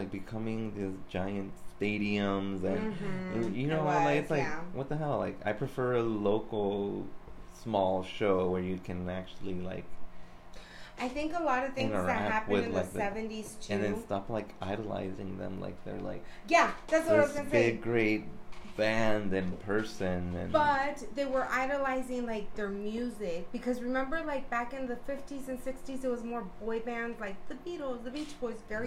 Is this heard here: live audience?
no